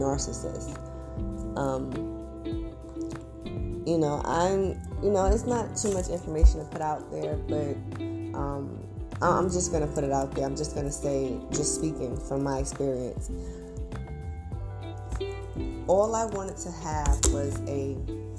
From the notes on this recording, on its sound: there are two different background sounds couldn't change it before uploading sorry